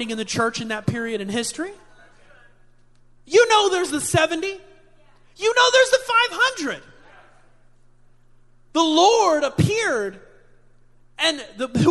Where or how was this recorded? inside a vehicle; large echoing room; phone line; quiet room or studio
large echoing room